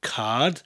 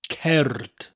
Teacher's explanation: Although the first part of the word cerdyn sounds a lot like card, cerd, card, the R is pronounced differently. You need to roll that R in Welsh, whereas it's a lot softer in English. · Shown in: second take · Card, cerd, that R, rolling R sound.